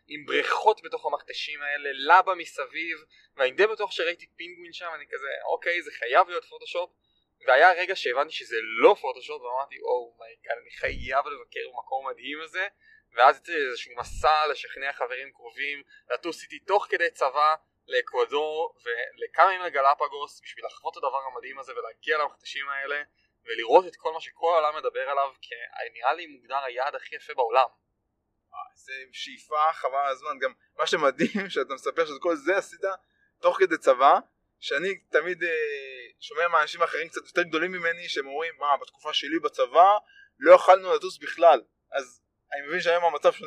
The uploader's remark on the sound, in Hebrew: מתנצל מראש על איכות הסאונד בפרק הזה.